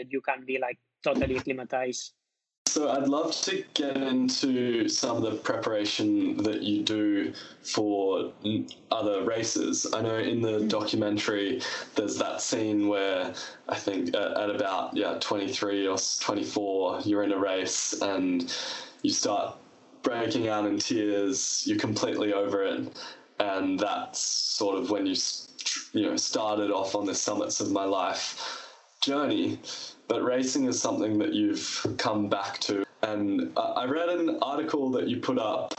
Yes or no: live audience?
no